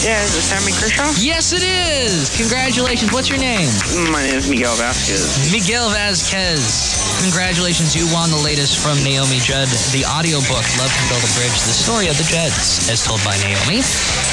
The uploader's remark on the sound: podcasts live from Café Anyway